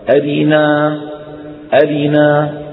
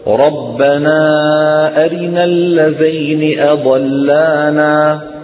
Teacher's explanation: نحن نقول أرنا، ننطق حركات متساوية، لكن الدورية عند كسرة الراء يسرع ويخفض صوته هكذا، أرنا أرنا يسرع ويختلسها.